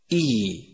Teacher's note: يخرج حرف الياء غير المدي من وسط اللسان مع ما يحاذيه من الحنك الأعلى